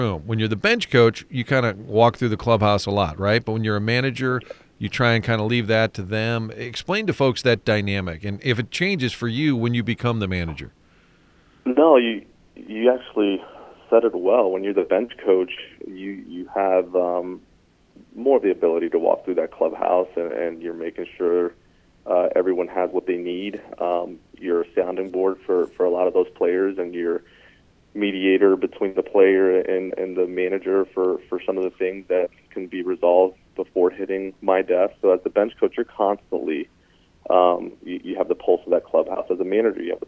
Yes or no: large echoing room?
no